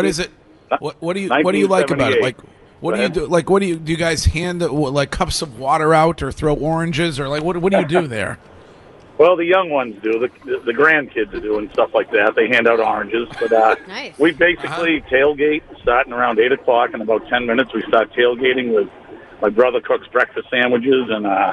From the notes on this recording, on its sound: Broadcasting live from The Capital Grille